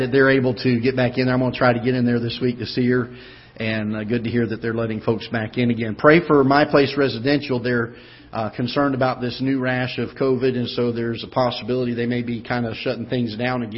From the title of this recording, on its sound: Ketha Heights Baptist Church ~ Live Broadcast